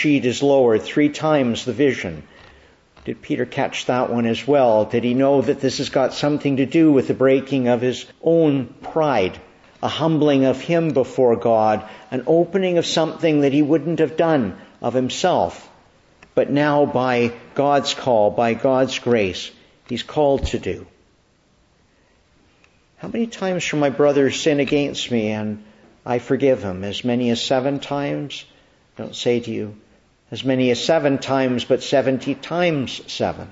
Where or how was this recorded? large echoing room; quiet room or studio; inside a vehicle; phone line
large echoing room